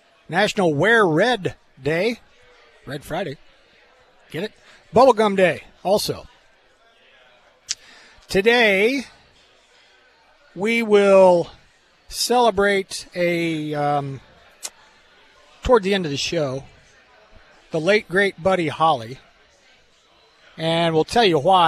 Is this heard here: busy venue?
yes